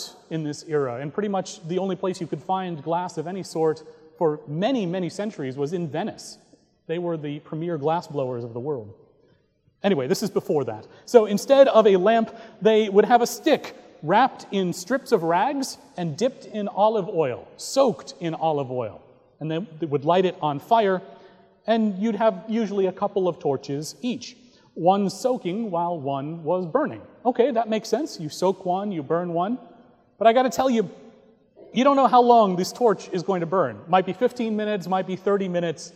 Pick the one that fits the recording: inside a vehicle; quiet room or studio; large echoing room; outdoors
large echoing room